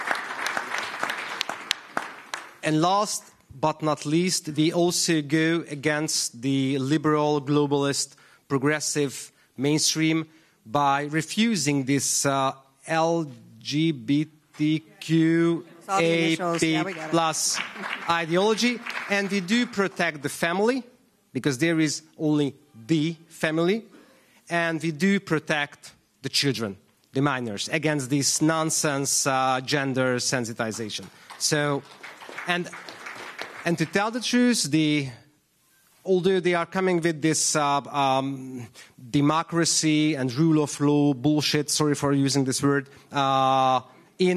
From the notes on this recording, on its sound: Live From CPAC International Panel